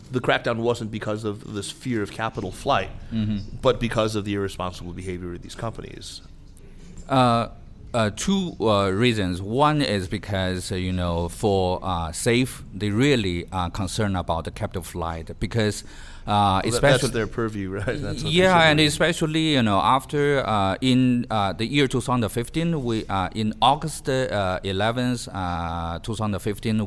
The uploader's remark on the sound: This week's podcast was recorded at the Caixin "Talking China's Economy: 2019 Forecasts and Strategies" conference in Chengdu in April.